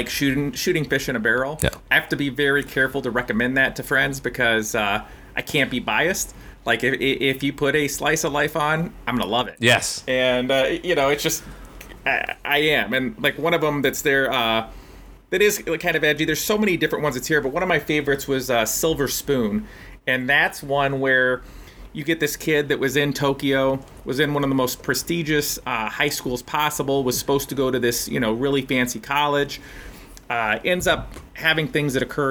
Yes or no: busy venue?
no